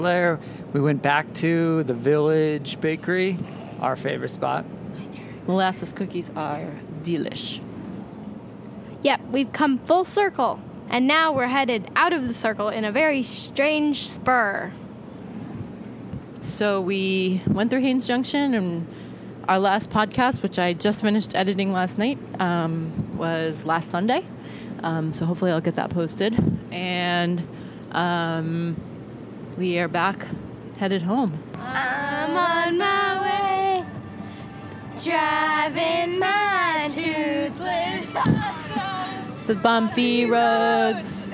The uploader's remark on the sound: Live from the Alaska Highway